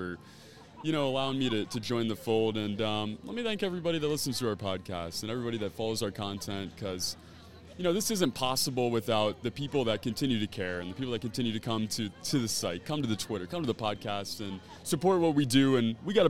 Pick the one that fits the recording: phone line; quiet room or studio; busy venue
busy venue